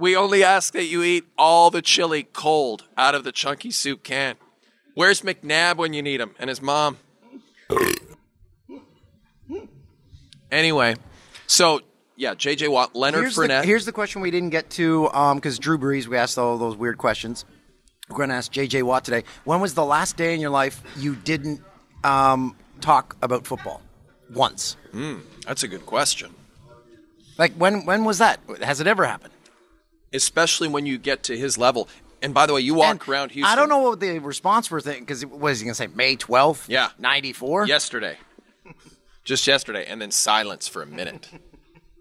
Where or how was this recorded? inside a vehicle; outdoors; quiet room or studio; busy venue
busy venue